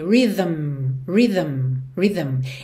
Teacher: Esse M ainda tem som, é um humming, ok?